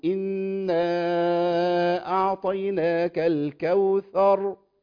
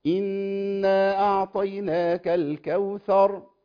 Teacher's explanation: المد المنفصل، المد المنفصل يمد بمقدار أربع حركات من طريق حرز الأماني · Shown in: first take